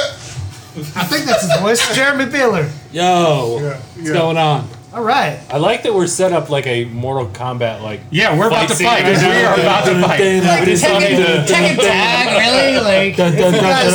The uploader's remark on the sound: In beautiful downtown Bradenton. We got the largest draft group together in Drat Pod history with 6 active drafters and we did it all LIVE inside Tytan Comics.